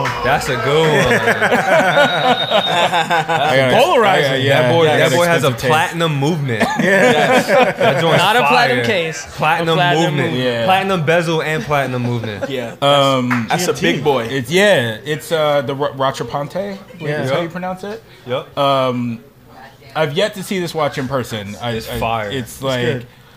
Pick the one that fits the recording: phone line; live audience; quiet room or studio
live audience